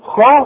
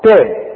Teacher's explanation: اديتني شفايفك على هيئة قبلة علشان تطلعني الخ هتقول لي خ، طب والتا تا، رجع شفايفك على هيئة ابتسامة هتطلع التاء معاك مرققة